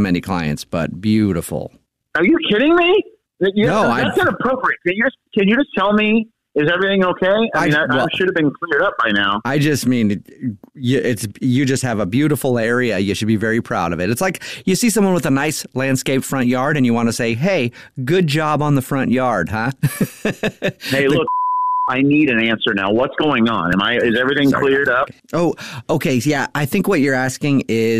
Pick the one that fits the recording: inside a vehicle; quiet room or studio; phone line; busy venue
phone line